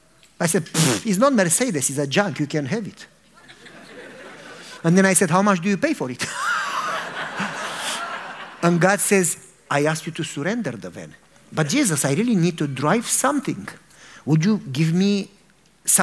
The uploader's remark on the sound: a religious sermon and prayer to an audience